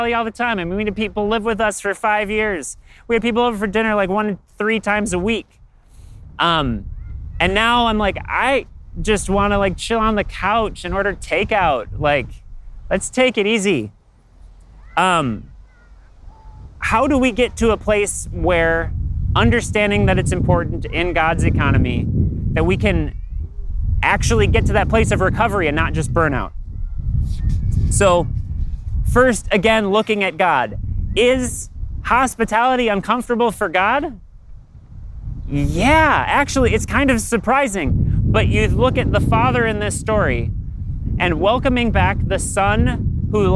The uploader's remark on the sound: Delivered live in the park, at Capital City Church, in St. Paul, MN.